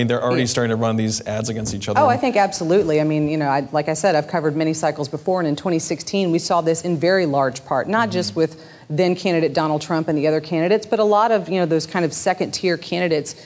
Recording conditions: live audience